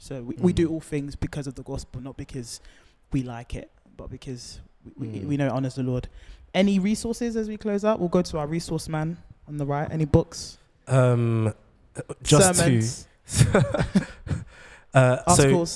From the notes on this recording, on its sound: Where Do We Go From Here? (Live Podcast). For a live recording.